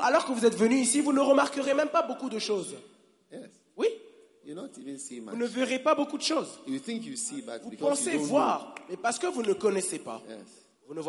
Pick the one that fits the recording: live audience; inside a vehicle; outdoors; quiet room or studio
live audience